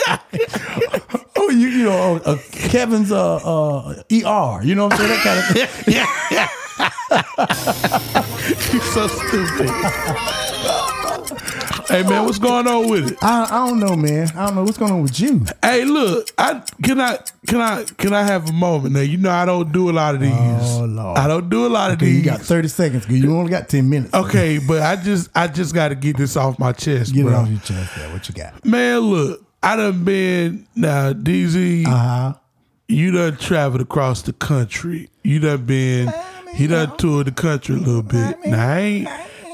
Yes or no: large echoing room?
no